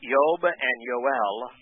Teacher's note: in the contractions of Yahweh's name, like Yob and Yoel, it's the O sound that is kept. It's not Yub.